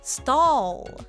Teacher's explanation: この時口の形はおの形よりあの形をした方が言いやすいかもしれません。そして口の中に空気を含むようなイメージをしながら言ってみましょう。もう一度 stall。